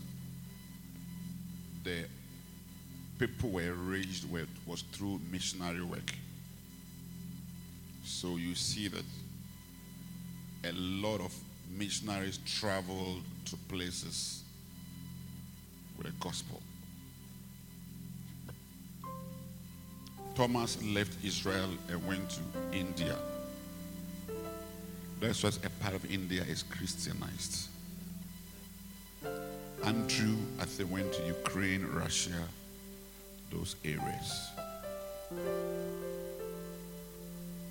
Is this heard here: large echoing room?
yes